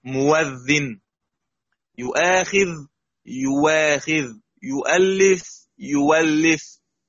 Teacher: مؤذن تصير واو خالصة مفتوحة